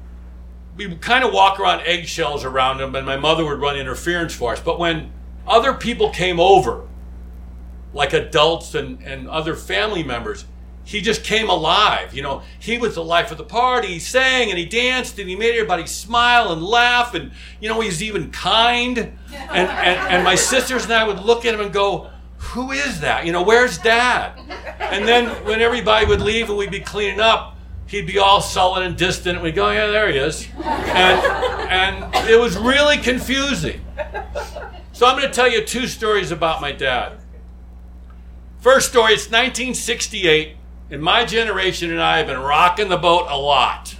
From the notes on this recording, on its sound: live at Tiger!